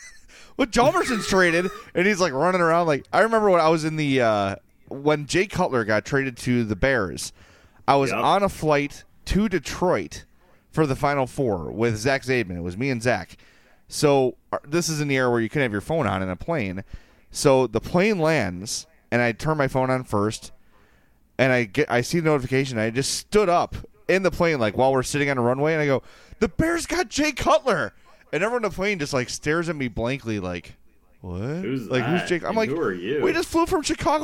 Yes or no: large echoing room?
no